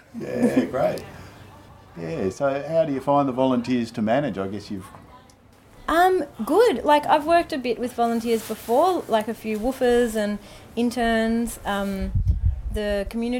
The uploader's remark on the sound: Recently, these 5 year old recordings were found in the Behind the Lines vaults, and this is the result. Apologies for the wind noise throughout the recording, we have done our best to keep things easy to understand.